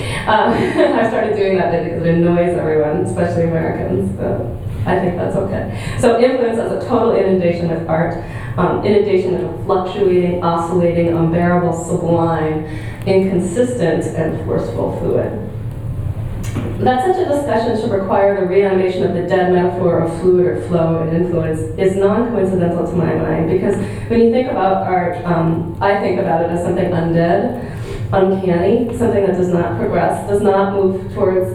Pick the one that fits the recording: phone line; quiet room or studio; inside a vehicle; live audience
live audience